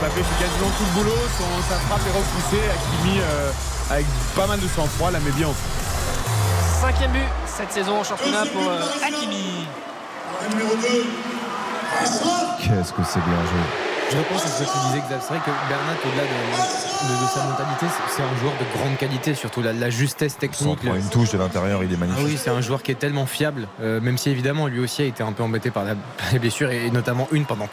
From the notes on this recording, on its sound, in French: en direct du Parc des Princes